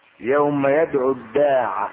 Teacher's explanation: يدعو حذفت الواو منها لالتقاء الساكنين، حذفت لفظا